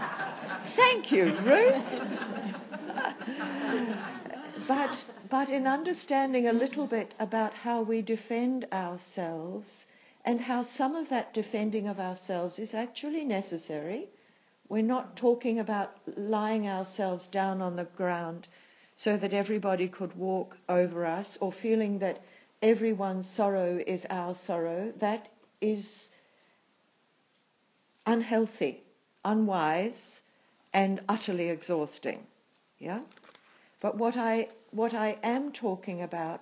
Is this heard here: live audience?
yes